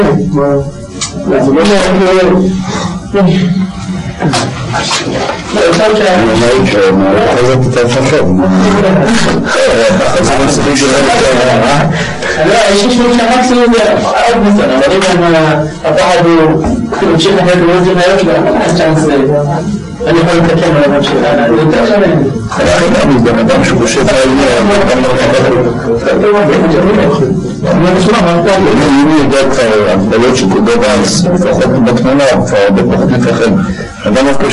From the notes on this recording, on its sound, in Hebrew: הקלטה משובשת.